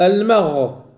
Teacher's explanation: التوسط. قال غير المغضوب، المغ هذا رخوي، هذا ليس بينيا، رخوي، الغين رخوية، لكن تحتاج إلى زمن أكثر من العين وأكثر من النون وأكثر من الميم وكذلك اللام